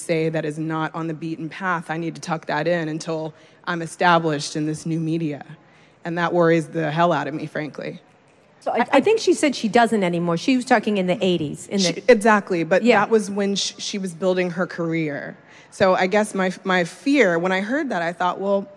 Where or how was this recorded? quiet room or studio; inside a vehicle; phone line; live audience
live audience